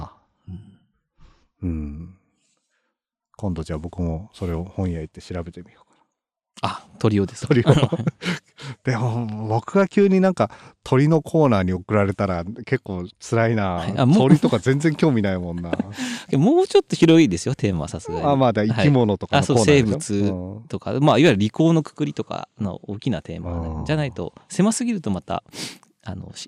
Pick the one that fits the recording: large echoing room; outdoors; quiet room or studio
outdoors